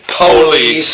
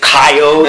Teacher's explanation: Oh, what about, I mean, you know, when we talked about tourist trap, we were talking about how in the South, you know, they always put the stress on the first syllables. So instead of saying, like, police, they'll say police, or coyote is coyote, and here's like, New York.